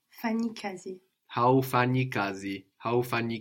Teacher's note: the ha and the u of mu will not stick together. They won't blend together. We will get two independent sounds, ha, u. Hmm.